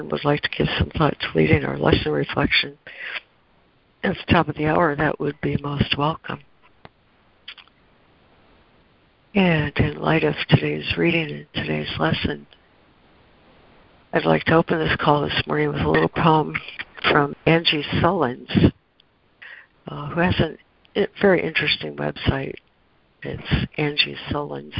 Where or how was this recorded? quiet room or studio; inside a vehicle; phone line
phone line